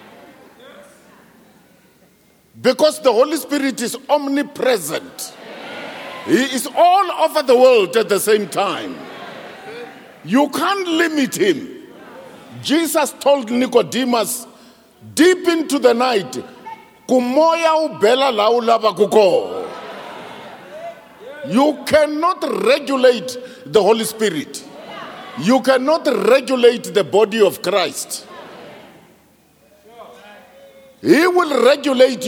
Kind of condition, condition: setting, large echoing room